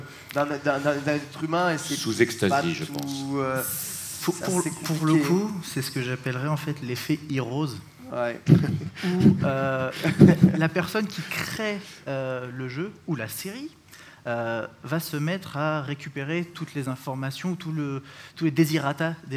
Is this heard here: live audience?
yes